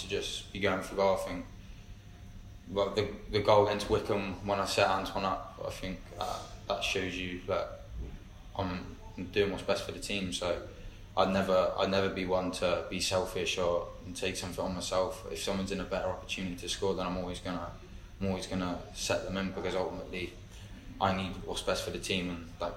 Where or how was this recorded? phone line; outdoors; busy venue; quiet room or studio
busy venue